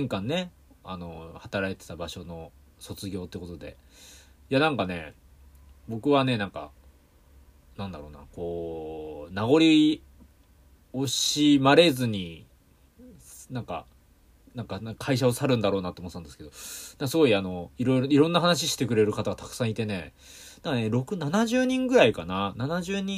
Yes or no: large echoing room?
no